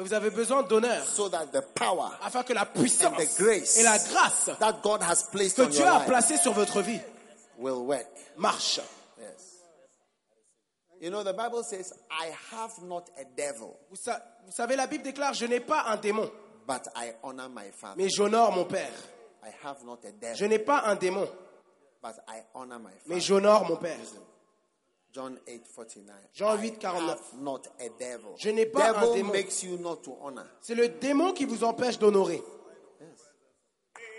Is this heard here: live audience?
yes